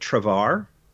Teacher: giving a bit more emphasis on the second syllable